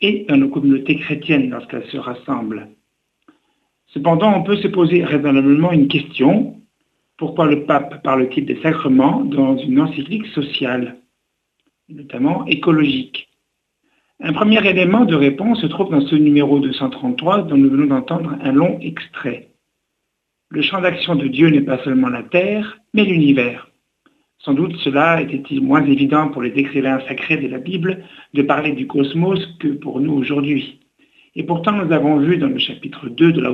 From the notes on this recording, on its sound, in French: Qui a comme invité par téléphone.